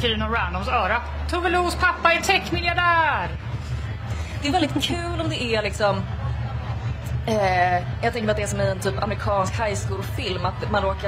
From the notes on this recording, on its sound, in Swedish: Live från WOW. Under Way out west.